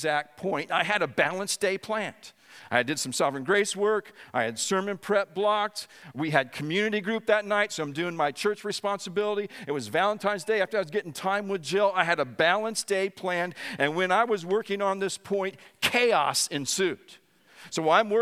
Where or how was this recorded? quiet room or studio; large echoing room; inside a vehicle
large echoing room